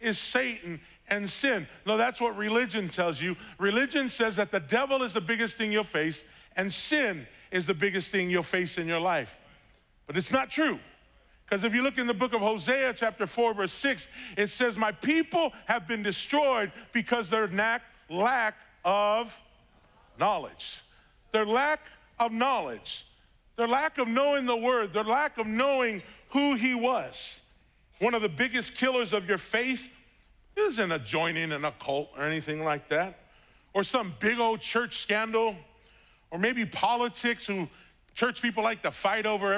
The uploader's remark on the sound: was preached on August 1st at the 11:30AM service.